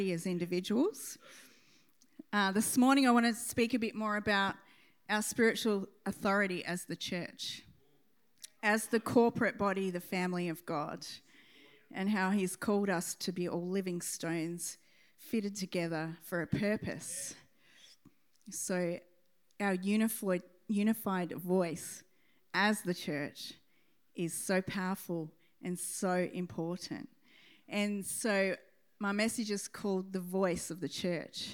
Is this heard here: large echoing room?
yes